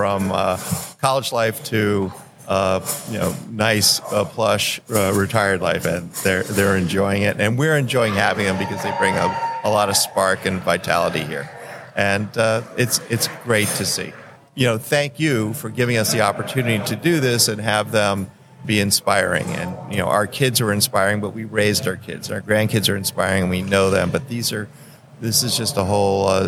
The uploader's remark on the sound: Live at the Collegiate Open